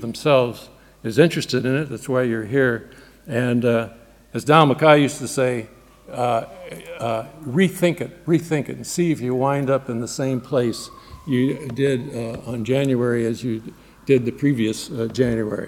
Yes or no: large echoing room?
yes